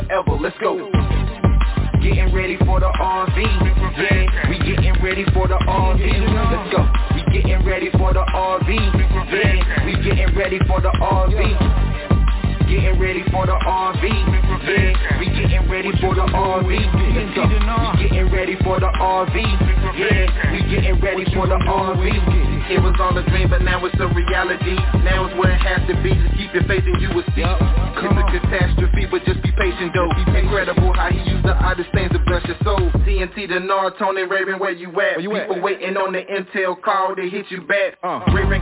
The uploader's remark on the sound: TNTSuperfantastic Conference Call.